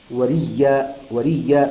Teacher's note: أبدل الهمزة ياء ثم أدغمها في الياء التي بعدها فصارت وريا، وريا وذلك في سورة مريم، نعم وريا.